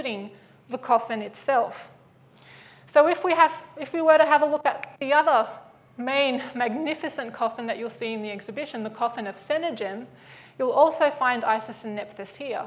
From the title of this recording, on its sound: Live at the AM